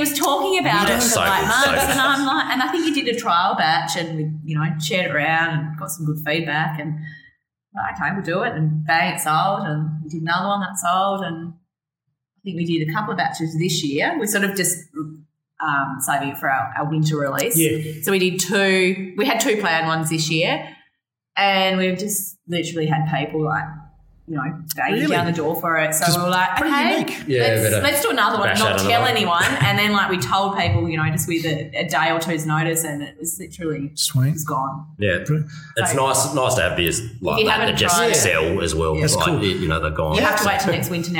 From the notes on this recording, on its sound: If you haven't been to Hobart. A rare "live in venue" recording.